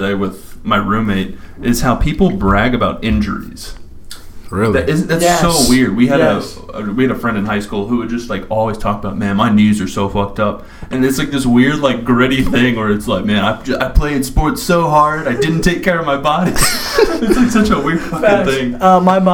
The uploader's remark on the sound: Sorry about the slight echo issue, I will work to resolve that.